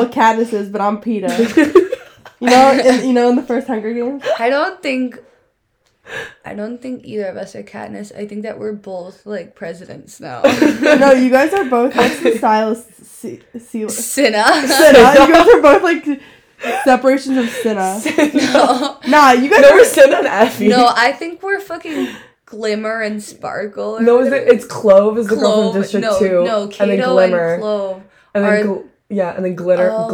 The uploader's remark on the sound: CAUTION: VERY BAD AUDIO AGAIN SORRY :P.